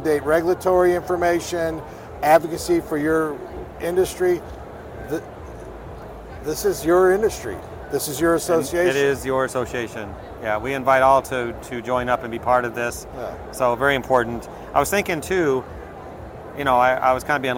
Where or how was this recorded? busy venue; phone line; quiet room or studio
busy venue